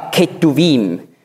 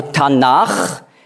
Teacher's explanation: Und Ch steht für K, Ketuvim. Aber man sagt dann Ch, weil dieser Konsonant weich ausgesprochen wird, wenn ein Vokal voraufgeht. · Shown in: second take